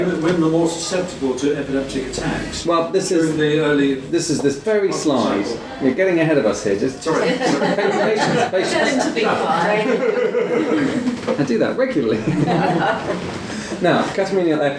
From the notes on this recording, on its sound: Podcast Recorded at: Bristol Epilepsy Support Group Monthly Meeting